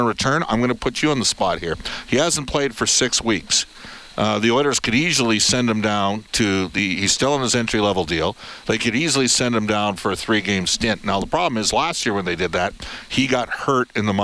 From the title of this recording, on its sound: Live from Rogers Place